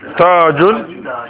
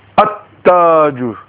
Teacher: when it's prefixed with alif lam, then the lam will not be pronounced · Shown in: second take · Term: silent letter